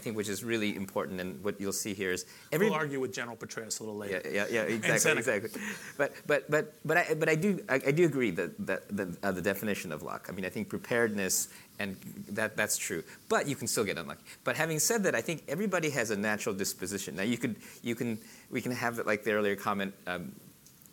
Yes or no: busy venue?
yes